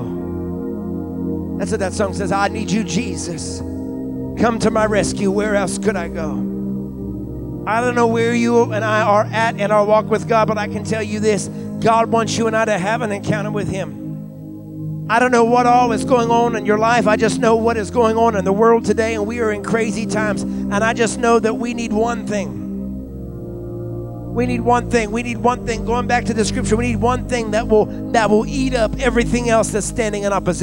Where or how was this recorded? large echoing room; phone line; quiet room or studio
large echoing room